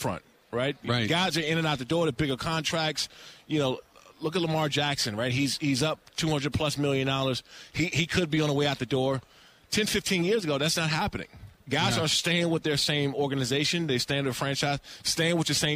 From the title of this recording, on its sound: Live From Radio Row At Super Bowl 57